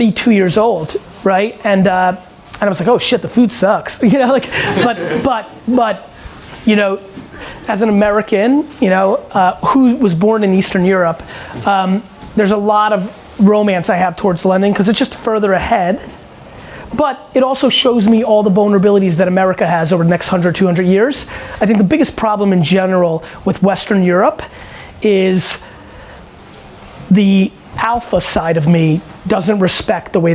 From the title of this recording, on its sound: A Live Q&A At The K-Swiss London Popup